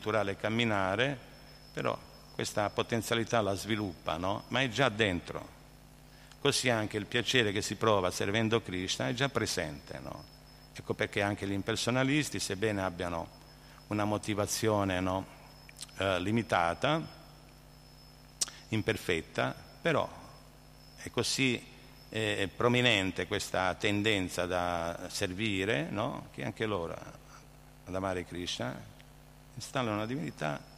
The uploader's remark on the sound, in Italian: in diretta dal Tempio di Villa Vrindavana